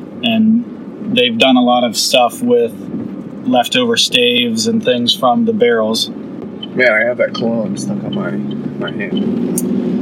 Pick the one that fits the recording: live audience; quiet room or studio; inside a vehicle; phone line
inside a vehicle